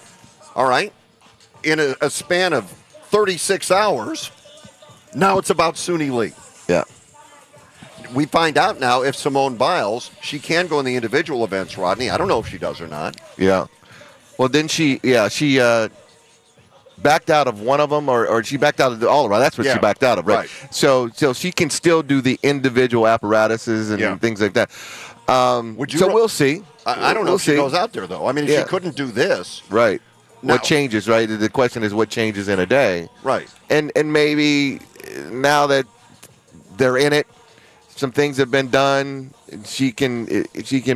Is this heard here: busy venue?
yes